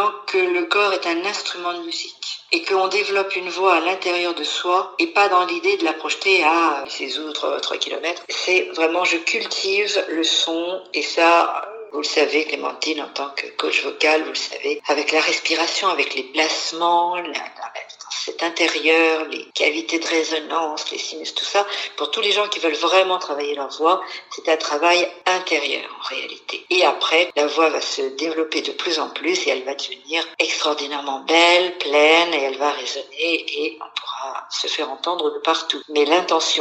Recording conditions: phone line